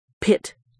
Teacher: But when you say pit, the P sound, there's a puff of air that comes out with the P.